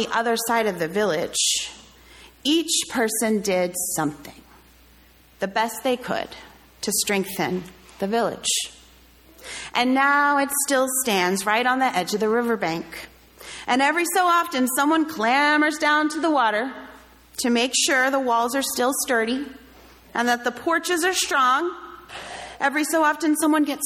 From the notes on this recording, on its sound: sermon delivered on July 30, 2023